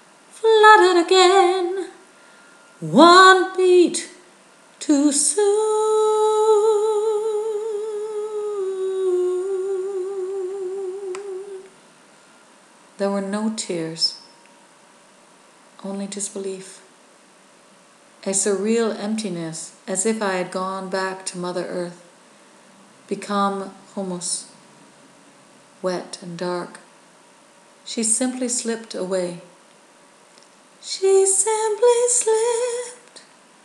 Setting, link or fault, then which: fault, sounds in the background